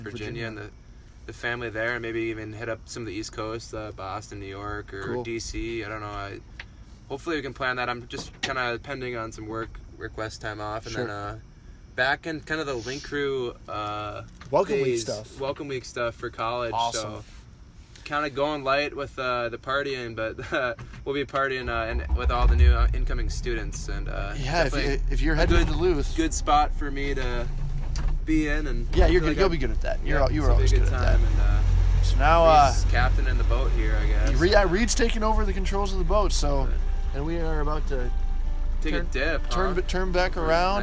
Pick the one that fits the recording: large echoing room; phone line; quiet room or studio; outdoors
outdoors